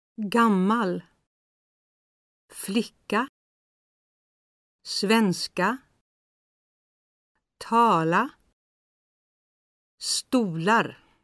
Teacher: the melody rises on an unstressed syllable after the stressed syllable